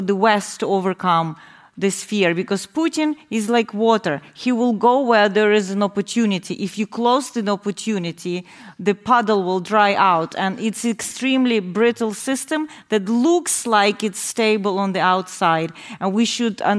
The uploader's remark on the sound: Live from the US Embassy. The team appeared on stage at the US Embassy in London for a live recording.